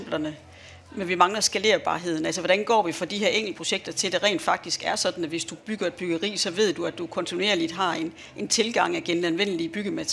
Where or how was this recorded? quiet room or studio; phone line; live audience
live audience